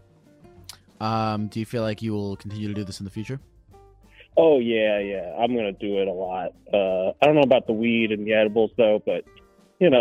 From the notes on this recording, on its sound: Every call in this episode lasts only 1 minute.